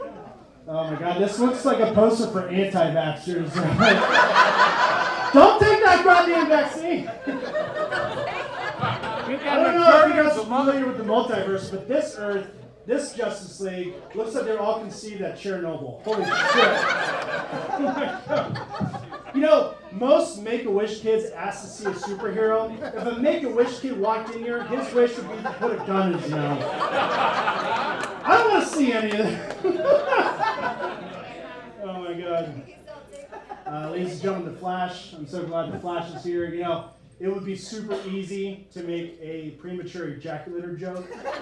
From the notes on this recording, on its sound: a live Nerd Roast show they recorded in summer of 2021